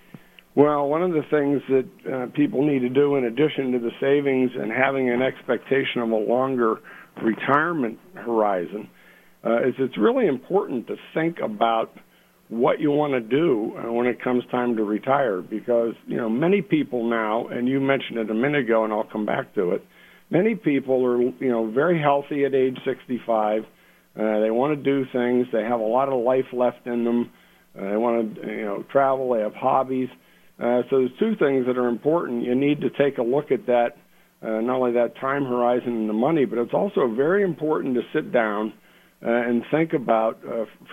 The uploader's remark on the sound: calling LIVE from South Carolina